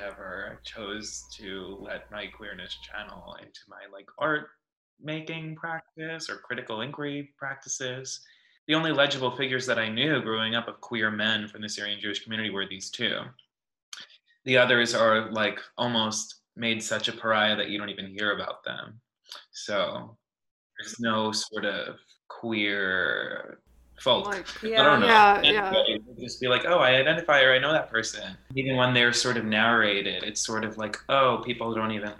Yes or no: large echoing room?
no